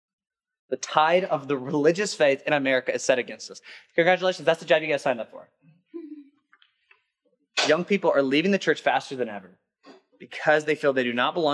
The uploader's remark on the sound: workshop at the 2021 Rooted Conference